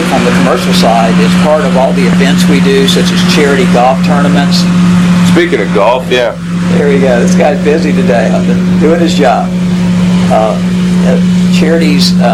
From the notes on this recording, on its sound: Please pardon the golf course maintenance operations in the background, we did our best to minimize the sound!